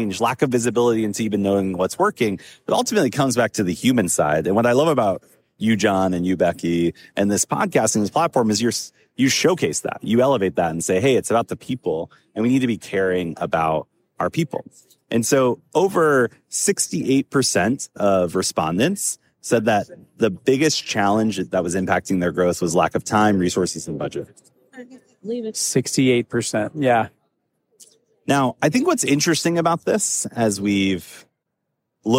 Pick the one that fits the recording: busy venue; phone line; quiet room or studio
busy venue